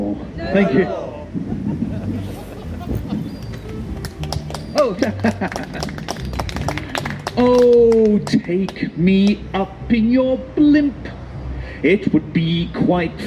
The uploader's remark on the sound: Live in Plymouth at Wonderzoo Mellow Yellow. On a windy day at a one day festival in Plymouth, August 2020.